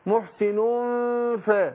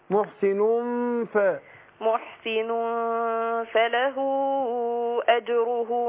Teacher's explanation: بطن الشفة سفلى مع الثنايا العليا